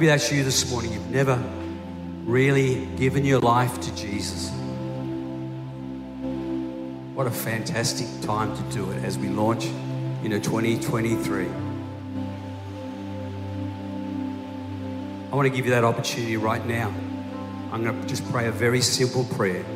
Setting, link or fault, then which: setting, large echoing room